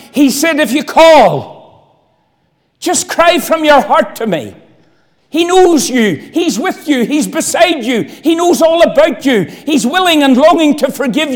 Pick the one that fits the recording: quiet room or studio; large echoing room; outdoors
large echoing room